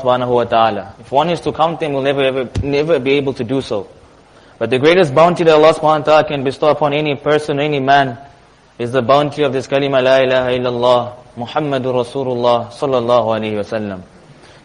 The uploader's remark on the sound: Jumuah Lecture at Masjid Nur ul Huda 06 January 2023